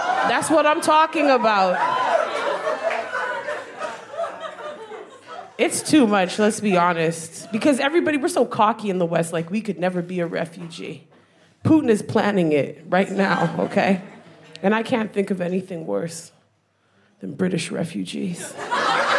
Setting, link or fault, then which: setting, busy venue